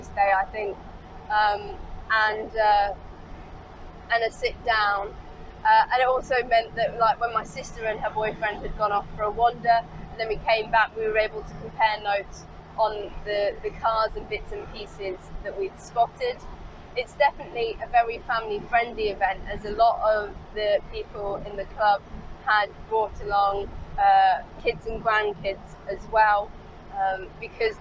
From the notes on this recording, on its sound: All recorded from my 1968 Morris Minor, Peggy. Kimbolton Country Fayre.